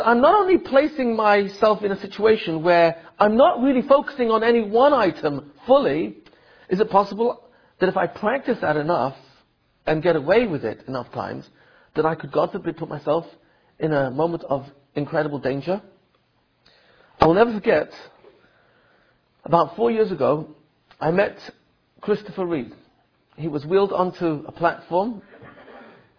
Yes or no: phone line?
no